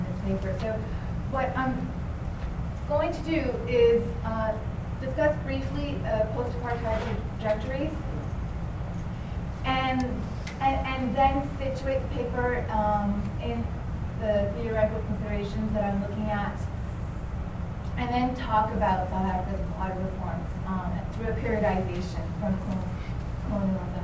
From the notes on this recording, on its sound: Presented in Racialized Landscapes 1 at the Dimensions of Political Ecology 2012: Conference on Nature Society at the University of Kentucky